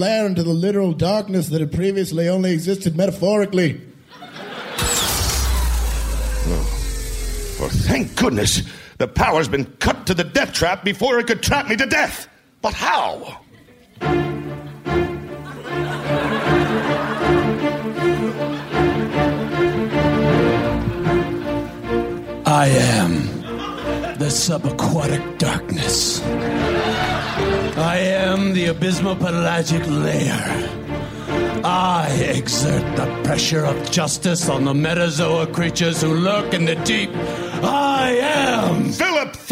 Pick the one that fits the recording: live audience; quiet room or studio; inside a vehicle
live audience